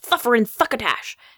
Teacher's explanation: Now, you probably all know about Thylvethard's lisp, Thufferin Thuckatash. That one's the interdental lisp, where your tongue is in between your teeth when you say your S sound as th